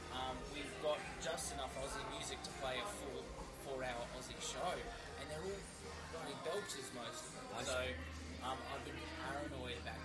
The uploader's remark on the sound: Recorded live on Australia Day 2020 at the Beerwah Hotel, QLD.